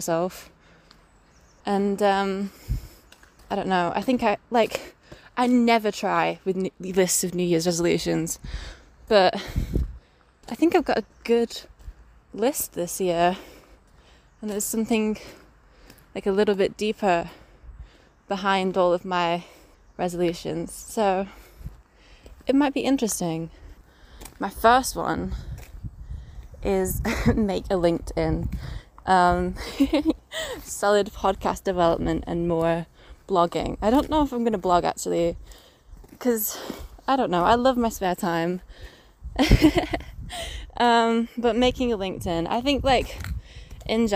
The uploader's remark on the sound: all accompanied by some sounds of nature (sorry about my squelchy boots!